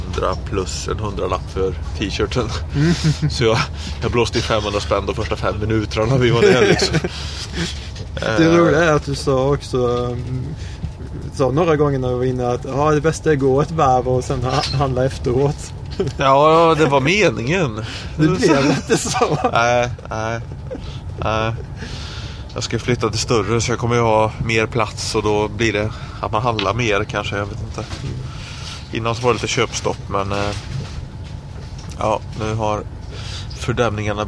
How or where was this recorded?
busy venue